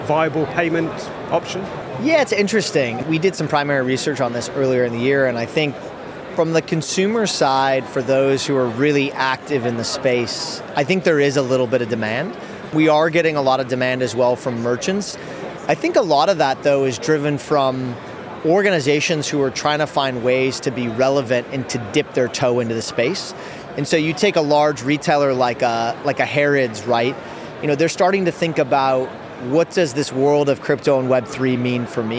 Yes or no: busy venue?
yes